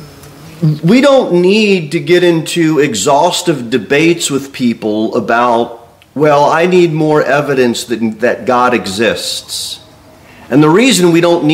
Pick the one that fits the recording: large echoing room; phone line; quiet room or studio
large echoing room